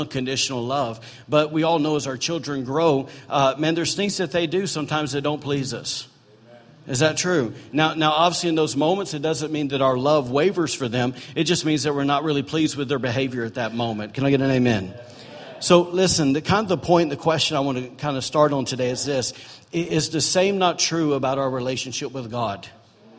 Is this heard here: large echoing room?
yes